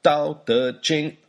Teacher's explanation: Tao, fourth tone, De, second tone, and Ching, first tone.